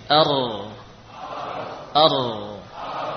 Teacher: Huruf ra juga berasal dari ujung lidah, namun melibatkan bagian punggungnya. Ya, kalau tadi nun dari sini, bagian ujung dari arah depan, ada pun ra ujung menyertakan bagian atas sedikit, yaitu yang dinamakan dhahrul lisan, punggung lidah.